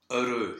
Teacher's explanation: So heureux is interesting because it has both cases within one word. The first EU is actually an OE because it's followed by a pronounced consonant, the R.